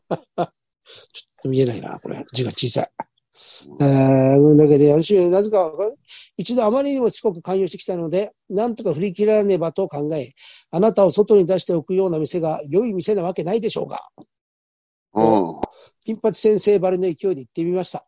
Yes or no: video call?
yes